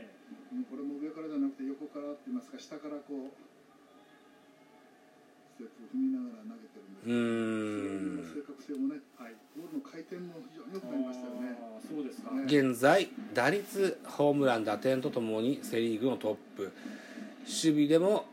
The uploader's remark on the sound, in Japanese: iPad収録版